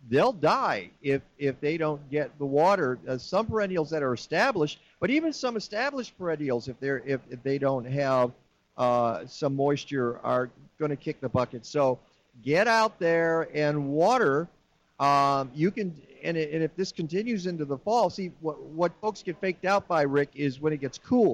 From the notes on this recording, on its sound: broadcast live from the SCARCE Green Fair at the DuPage County Fairgrounds